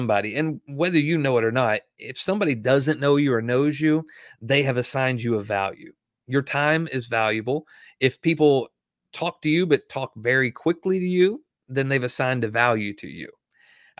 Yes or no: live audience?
no